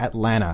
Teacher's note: Like there almost is no T